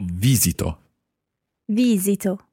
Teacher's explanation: the stress in most of the parts of this verb, at least the first, second and third person singular and the third person plural, is on the first syllable